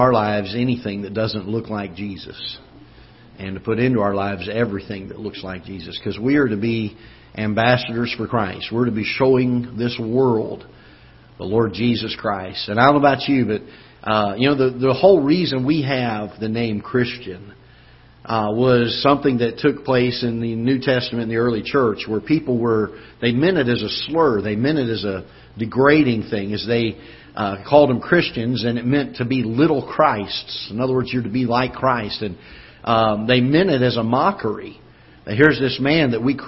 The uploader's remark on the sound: Ketha Heights Baptist Church ~ Live Broadcast.